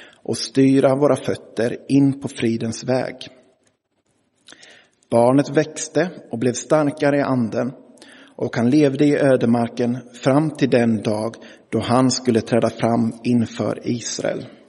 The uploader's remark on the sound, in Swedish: Inspelad i Roseniuskyrkan den 25 juni 2023.